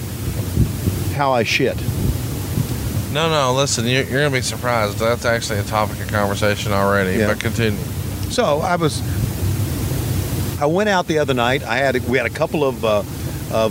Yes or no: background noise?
yes